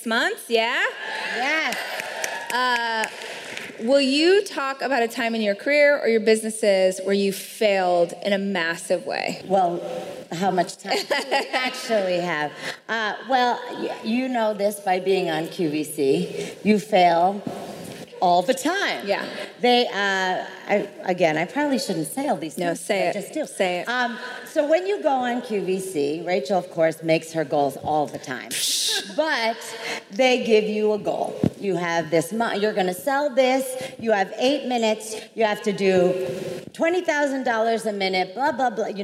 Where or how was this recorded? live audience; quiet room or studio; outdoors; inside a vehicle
live audience